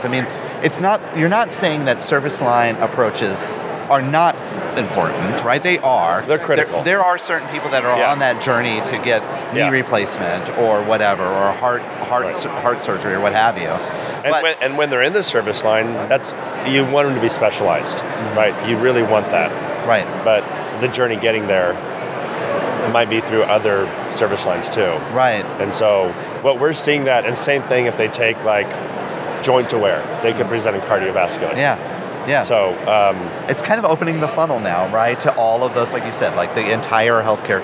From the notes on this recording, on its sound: Live from SHSMD 2022. Live from the National Harbor in Maryland. Who shares field reporting from the annual Society for Healthcare Strategy and Market Development 2022.